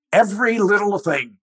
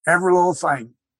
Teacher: Well, I am a Southern speaker, unashamedly Southern speaker, and I do not have post-vocalic L's, and I certainly would not have a release T, little, which then had some kind of even teeny little vowel in between the T and the L · Shown in: first take · And when L comes in final position for me, it's vocalized.